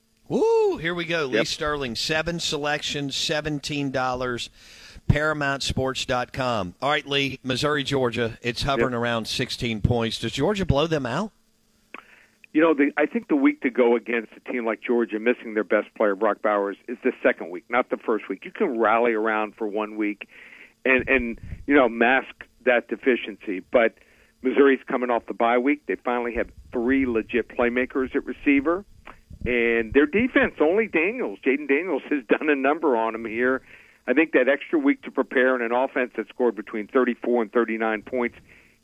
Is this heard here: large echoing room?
no